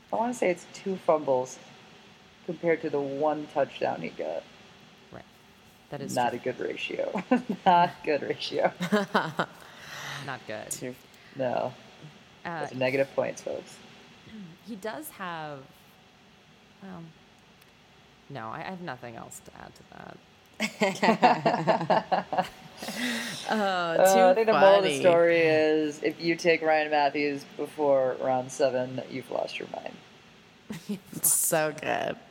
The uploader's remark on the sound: all while trying to work out the kinks in our mics